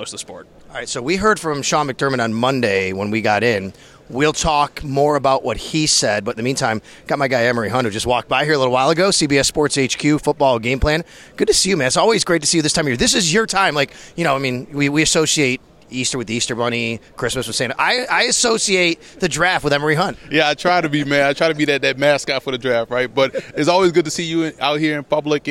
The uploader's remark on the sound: Live from the NFL Combine